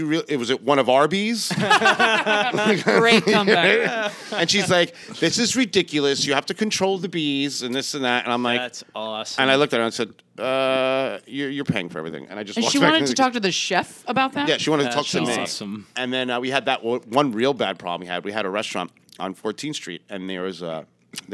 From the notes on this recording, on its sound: This episode is audio only (before we started doing video). At La Cubana NYC in the Meatpacking District.